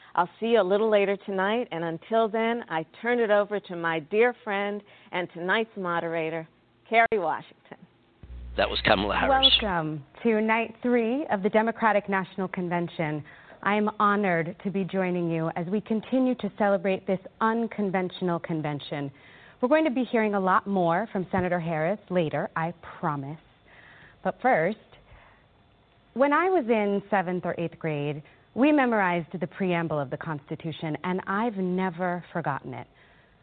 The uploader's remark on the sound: On opposite coasts in the USA. It is a live call in show.